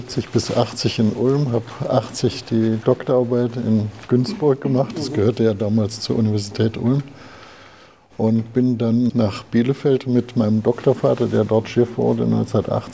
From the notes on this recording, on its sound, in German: Podiumsdiskussion auf der BDNC Jahrestagung. Die direkten Fragen waren jedoch ohne Mikrofon und wir haben daher diesen Abschnitt nicht aufgenommen.